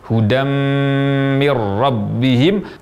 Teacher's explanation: Contoh saat mengucapkan penggalan ayat hudammir rabbihim, terucap hudammir rabbihim tanpa gunnah yang lama. Seharusnya diucapkan dengan gunnah yang lama, hudammir rabbihim, tanpa melipat bibir ke dalam.